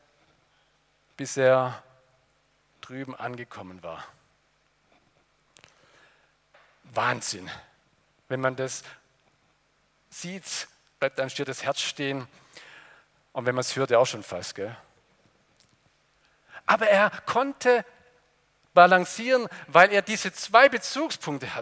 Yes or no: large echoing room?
yes